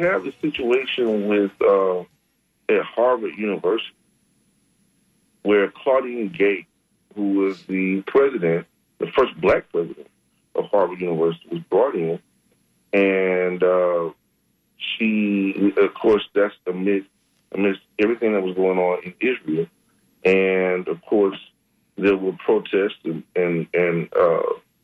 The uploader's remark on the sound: unique magazine format call-in show